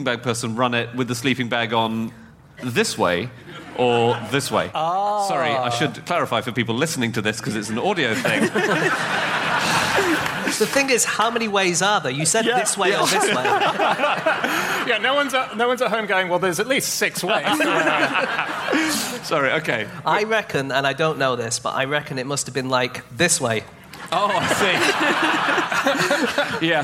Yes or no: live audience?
yes